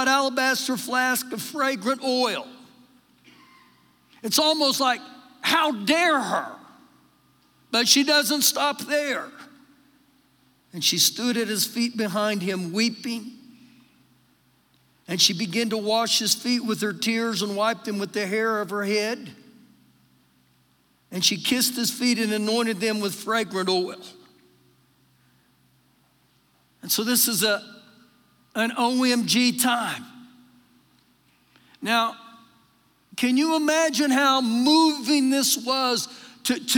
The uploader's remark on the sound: Recorded live during our Wednesday night service